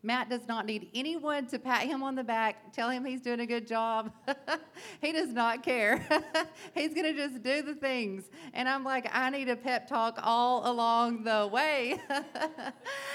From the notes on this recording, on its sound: The interview audio is very low, so be ready to turn it up. This year we had our first ever mix and mingle event and did our first live podcast recording! Go live with the Inner Circle at Nexus Coffee.